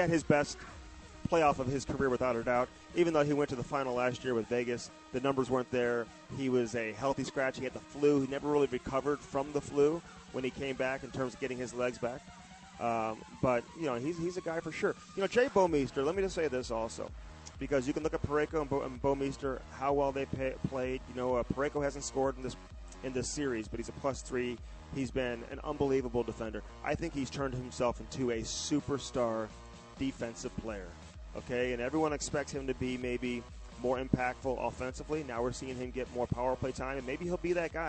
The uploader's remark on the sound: broadcasting live from the Enterprise Center